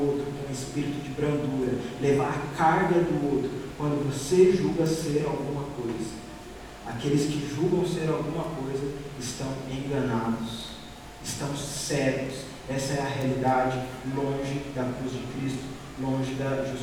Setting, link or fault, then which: setting, large echoing room